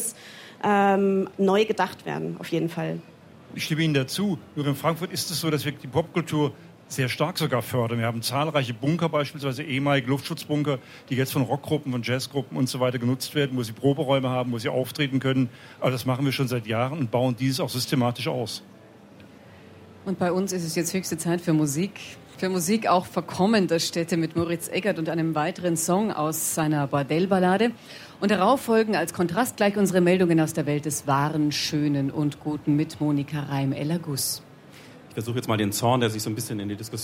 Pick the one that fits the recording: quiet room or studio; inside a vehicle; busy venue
busy venue